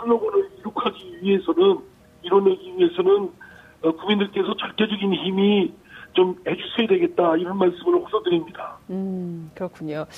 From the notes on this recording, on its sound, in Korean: 전화연결]